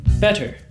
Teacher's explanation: you want to have the T's come out and be pronounced compared to them changing into D's